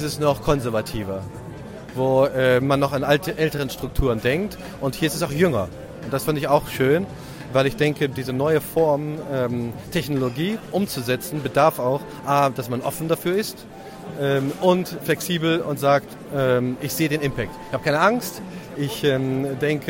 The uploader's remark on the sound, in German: Live von den Digital Heros 2019